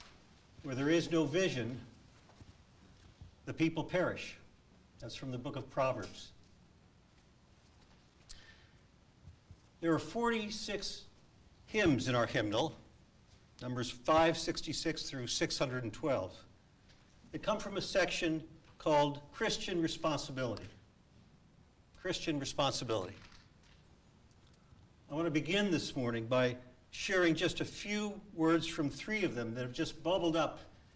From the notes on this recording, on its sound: A live recording from our church in San Jose, California.